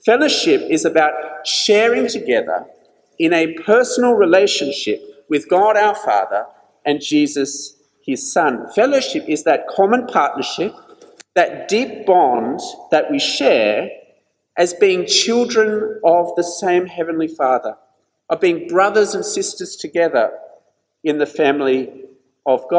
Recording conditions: large echoing room